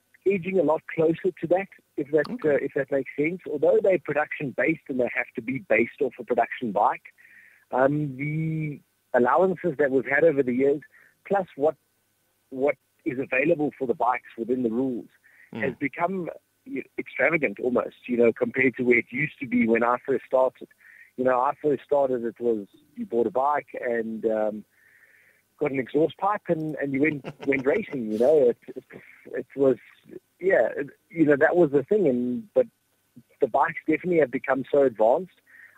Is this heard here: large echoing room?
no